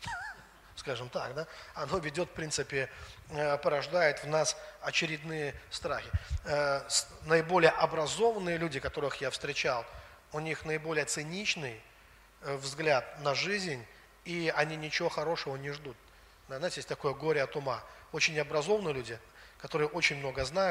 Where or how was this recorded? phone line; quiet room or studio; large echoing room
large echoing room